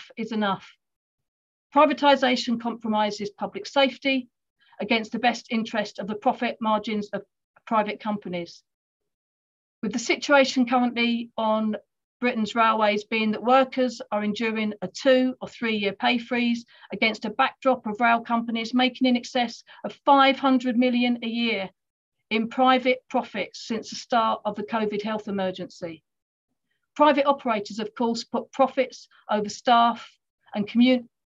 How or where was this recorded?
video call